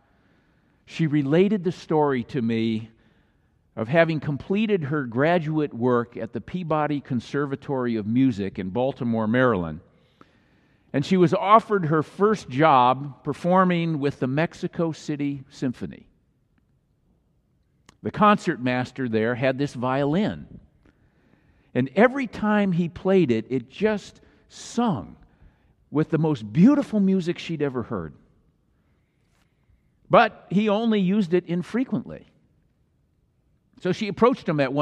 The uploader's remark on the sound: Message was delivered during the Traditonal Worship service.